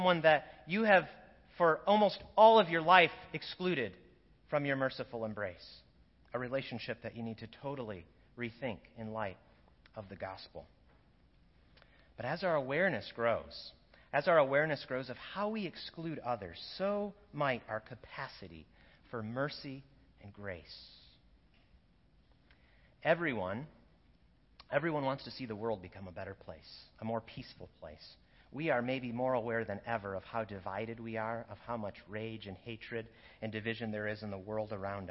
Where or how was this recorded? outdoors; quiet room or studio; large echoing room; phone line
large echoing room